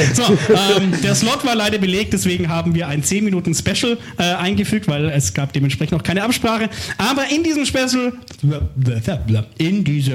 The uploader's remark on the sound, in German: live im Afterwork